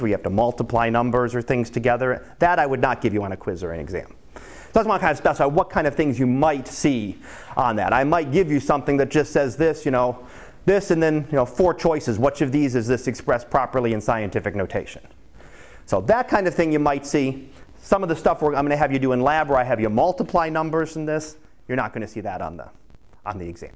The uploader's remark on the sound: Live Class Lecture